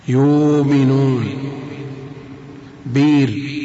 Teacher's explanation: تبدل الهمزة بمد من جنس حركة ما قبلها